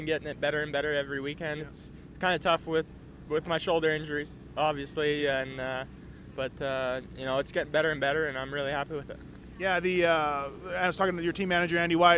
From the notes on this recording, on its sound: Post-race interviews from the motherland